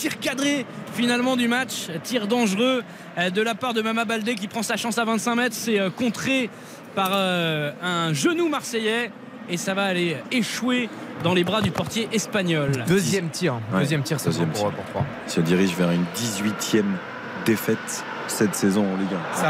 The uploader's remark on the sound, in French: en direct du stade Vélodrome